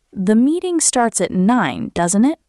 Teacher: For example, "The meeting starts at 9, doesn't it?" If you are almost sure, this sounds like a friendly request for confirmation. Use rising intonation when you are less sure and genuinely want information. Your voice goes up at the end. For example, "The meeting starts at 9, doesn't it?" The words are the same, but the rising voice makes it a real question.